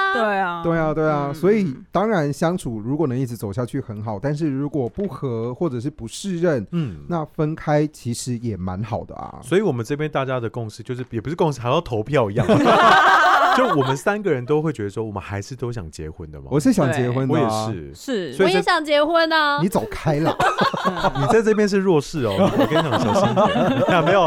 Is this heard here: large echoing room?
no